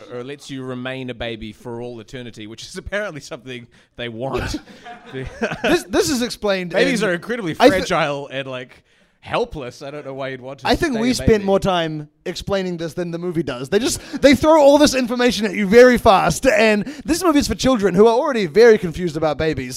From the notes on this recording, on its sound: In this live episode. With the help of a fan's parents in the audience.